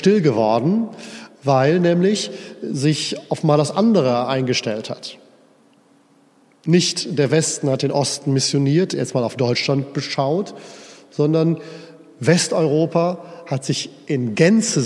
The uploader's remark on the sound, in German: Hielt im Rahmen der Pastoralkonferenz am 24. November 2021 in der Erfurter Brunnenkirche diesen Vortrag.